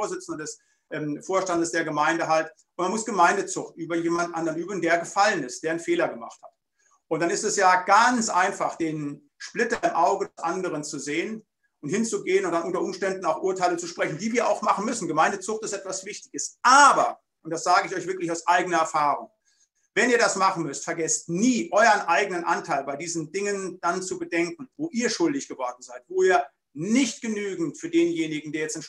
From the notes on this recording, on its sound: Bibelseminar Bonn via Zoom.